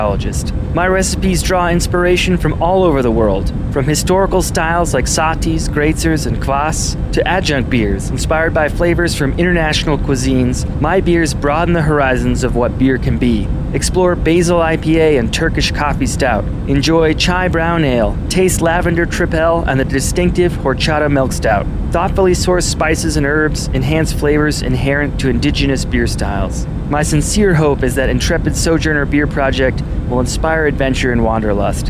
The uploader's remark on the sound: We're doing our show live from inside the kitchen at the hottest new restaurant in Denver